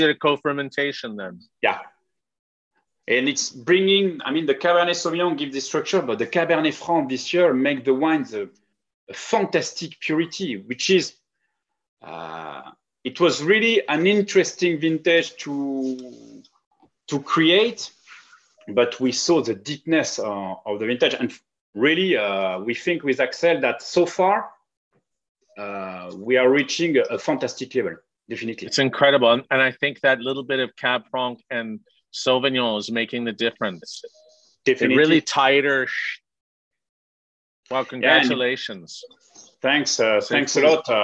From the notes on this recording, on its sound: over Zoom